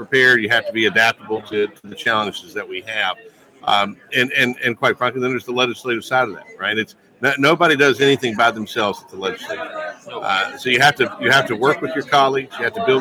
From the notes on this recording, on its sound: LIVE from the American Legislative Exchange Council Annual Conference. LIVE FROM ORLANDO at the AMERICAN LEGISLATIVE EXCHANGE COUNCIL ANNUAL EXCHANGE.